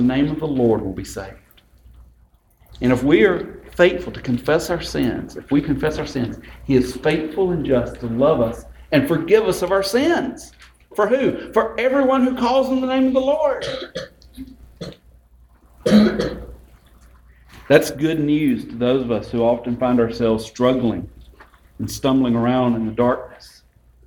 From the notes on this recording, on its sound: A sermon on the second Sunday of Advent. At Westminster Presbyterian Church in Columbus, GA.